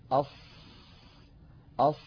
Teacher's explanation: تجدون بأن الصوت قد انحصر بين اللسان وسقف الحلق والحنك · Term: الإطباق